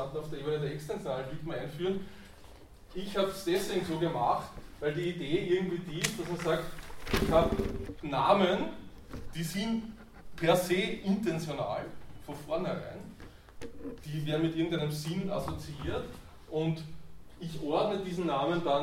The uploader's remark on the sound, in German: Diese Vorlesung wurde von Studierenden aufgenommen